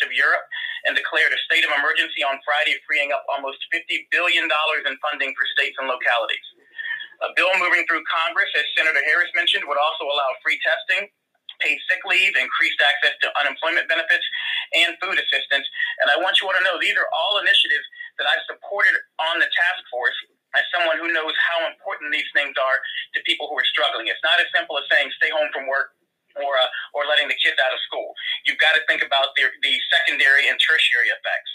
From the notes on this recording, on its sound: Naacp along with government officials addressing concerns about the Corona Virus via conference call. I was invited to the call and decided it was a good Idea to share the information with my listeners.